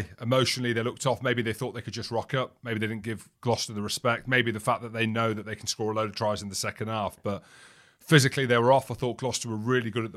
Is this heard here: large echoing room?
no